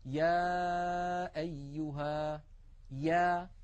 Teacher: ولاحظوا بأن الياء أيضا من وسط اللسان، وأن المخرج غير منقفل، وأن أقصى اللسان قد انسفل وانخفض إلى أسفل منطقة أقصى اللسان. · Term: حرف الياء